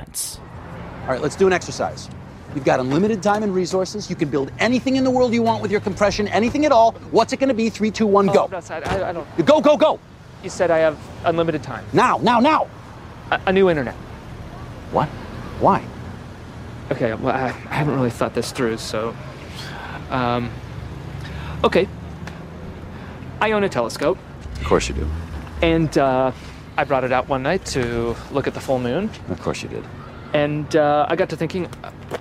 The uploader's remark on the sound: The conversation was recorded at GTM's Grid Edge World Forum.